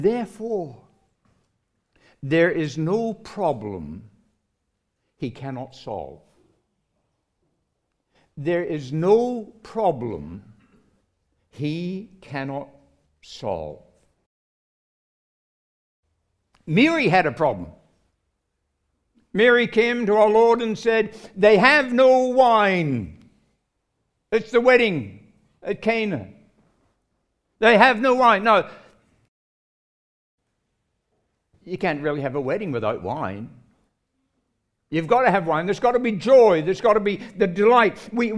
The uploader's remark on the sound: recorded live at Grace Community Bible Church